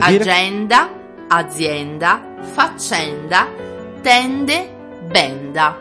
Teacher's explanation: è aperta nei nomi che terminano in enda e ende, quindi vale agenda, azienda, faccenda, tende, benda.